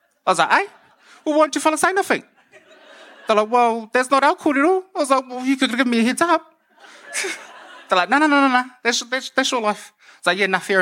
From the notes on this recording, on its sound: took the stage at our Real Talk Mō Ngā Rangatahi event in Ahuriri in Napier